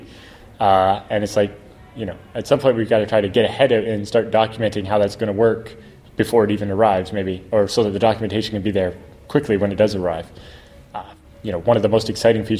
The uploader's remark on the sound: At vBSDCon in Reston, Virginia.